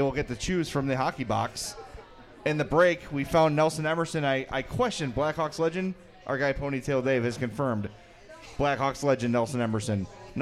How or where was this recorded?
busy venue